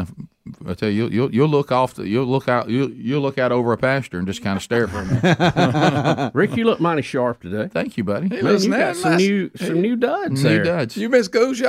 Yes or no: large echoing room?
no